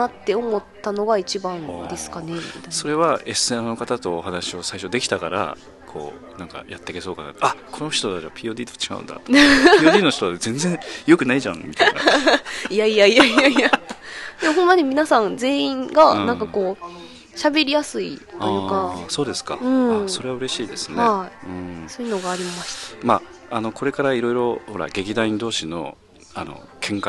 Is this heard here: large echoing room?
no